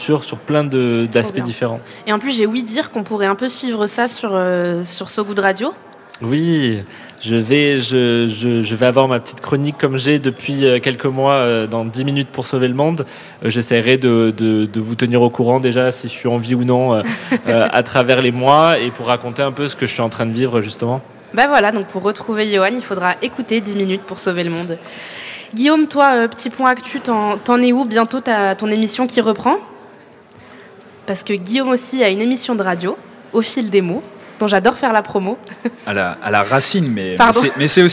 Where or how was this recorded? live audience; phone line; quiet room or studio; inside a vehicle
live audience